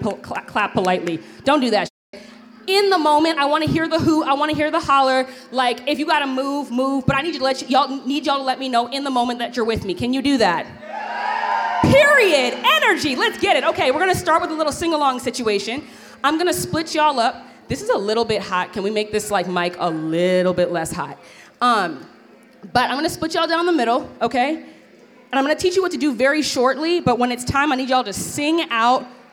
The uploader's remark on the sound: Mid West Music Fest 2023. Live from Mid West Music Fest. The Live Feed is produced by KQAL FM on the campus of Winona State University.